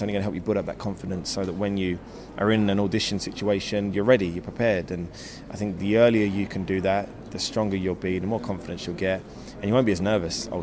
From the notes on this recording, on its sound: Radio Festival 2014, 13-15 October 2014, The Lowry, Salford Quays